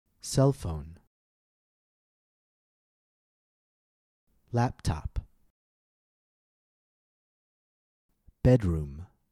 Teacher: Notice that these words all contain two nouns put together, but that the stress of these nouns falls on the first noun · Term: syllable stress